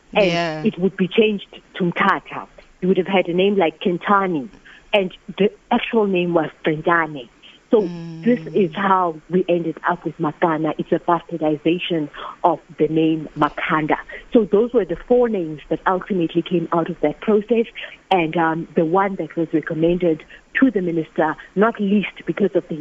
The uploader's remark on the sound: GUEST (phone)